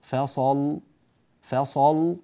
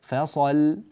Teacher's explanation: إذا سكنت اللام المفتوحة هذه لأجل الوقف جاز فيها التغليظ والترقيق